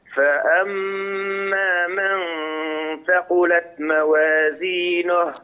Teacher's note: رقق الغنة في من ثقلت، لا تقل من ثقلت.